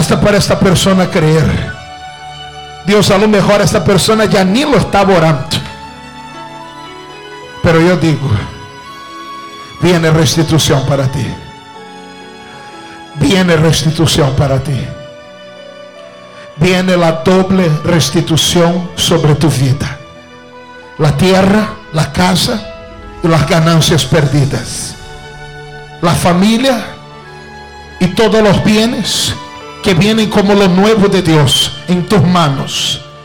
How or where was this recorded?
large echoing room